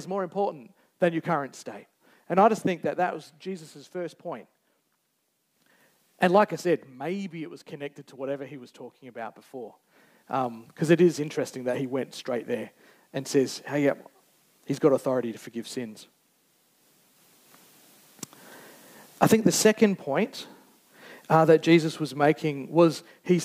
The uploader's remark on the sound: Recorded Live on 19th November 2023. Geraldton Baptist Church.